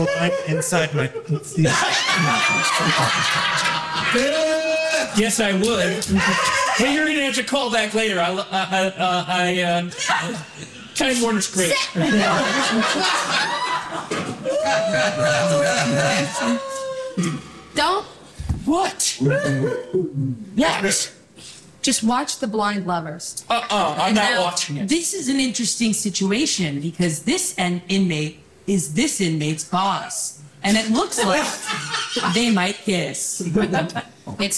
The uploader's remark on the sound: LIVE FROM THE WESTSIDE COMEDY THEATER. I am plugging away on making these live shows the best quality possible.